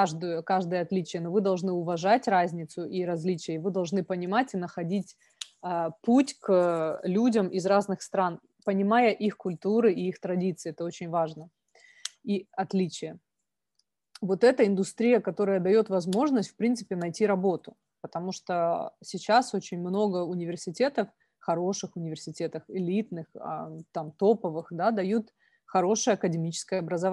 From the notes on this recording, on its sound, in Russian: Послушайте запись вебинара с сессией вопросов и ответов бизнес-школ Les Roches и Glion (Испания, Швейцария, Китай, Великобритания).